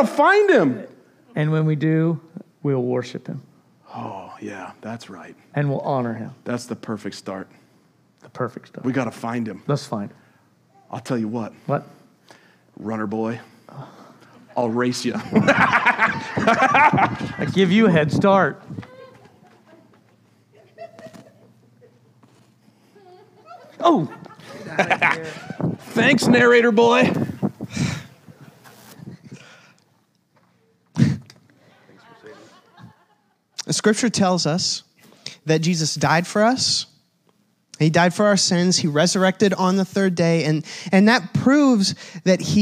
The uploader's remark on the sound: This was the message from the Easter At The Crossing services at The Crossing, DE in Milton, Delaware.